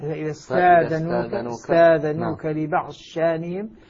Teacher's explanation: فهنا تدغم الضاد في الشين وتصبح شينا مشددة